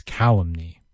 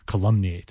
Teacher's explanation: Like calumny is on that first syllable, whereas calumniate is on that maybe second or third. · Term: the stress is different